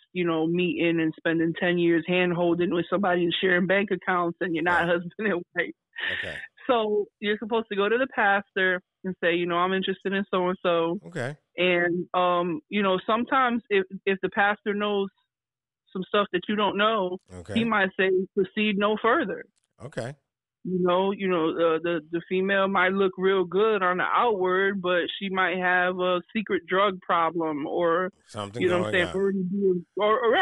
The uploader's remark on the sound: The Counselor live (Interviewers a Caller)